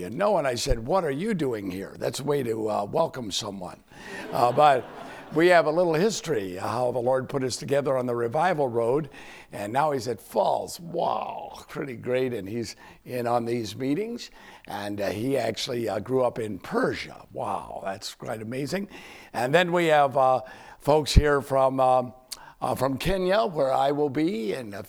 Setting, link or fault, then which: setting, large echoing room